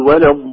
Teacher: الضالين، ونراعي ألا تتأثر اللام بالضاد تفخيما، بل مجرد ما ننتهي من مد الضاد ننتقل إلى ترقيق اللام، نقول ولا الضالين وليست ولا الضالين.